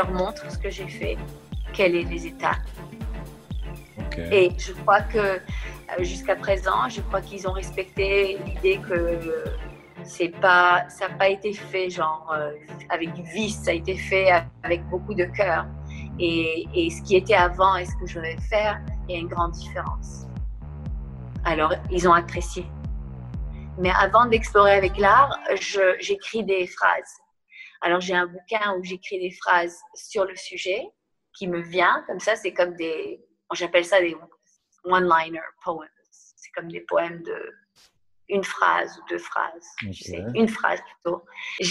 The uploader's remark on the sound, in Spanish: En Zoom